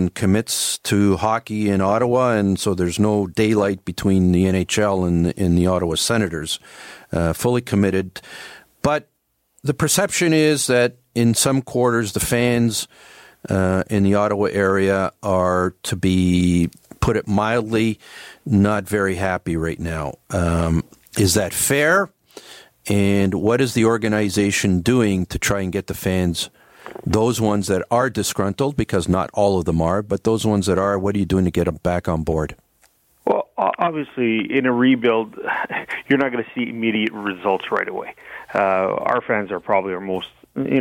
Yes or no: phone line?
yes